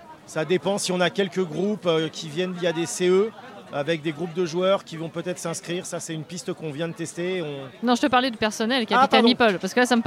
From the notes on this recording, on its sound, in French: Rencontre au festival Paris Est Ludique 2023